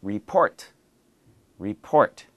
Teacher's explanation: notice the end is just one syllable, not ripotu